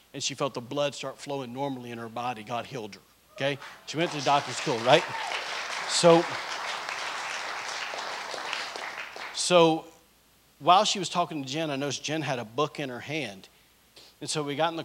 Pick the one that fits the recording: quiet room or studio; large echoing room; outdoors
large echoing room